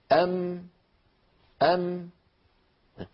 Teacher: الشفتان تقرع إحداهما الأخرى ويصاحب ذلك غنة من الخيشوم كما نرى. أم هذه هي صفة الغنة، وإن لم يكن الجزري قد ذكرها صراحة لكن ذكرها ضمنا بقوله وأظهر الغنة، من أظهرها بمعنى طولها.